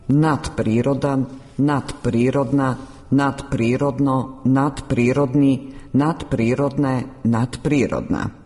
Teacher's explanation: Zvučno D ispred bezvučnog P prešlo je u svoj bezvučni par T, jednačeći se sa njim po zvučnosti.